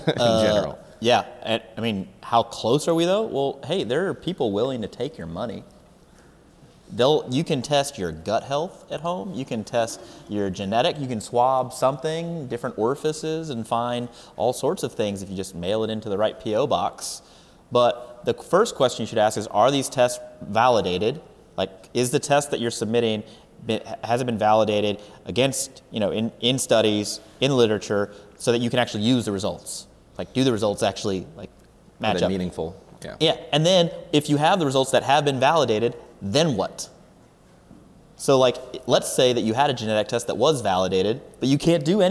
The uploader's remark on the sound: This is a Q/A recorded at our 2019 San Antonio Seminar on 3/30-3/31.